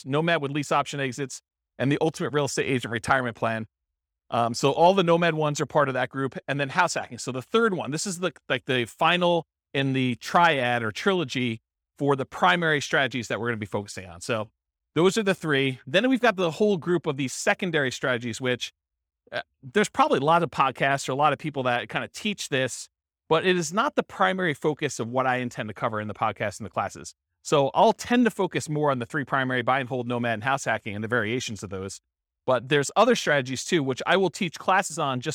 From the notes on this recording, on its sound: This was a live class recorded